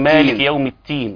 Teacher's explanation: البعض يجيب همس في الدال فيحولها تاء يقول مالك يوم التين.